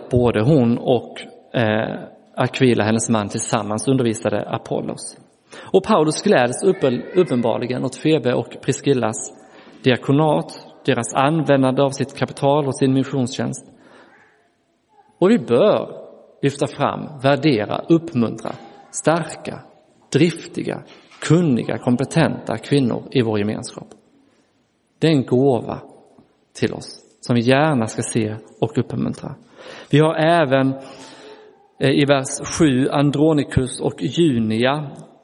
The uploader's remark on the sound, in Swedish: Inspelad i Roseniuskyrkan den 9 juli 2023